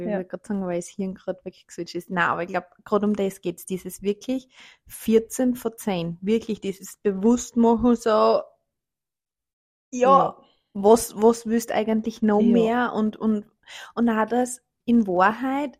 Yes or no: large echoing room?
no